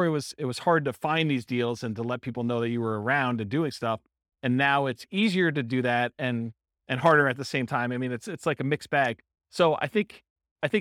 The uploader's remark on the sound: In Vallejo, California. This was a live class recorded. The live in-person version.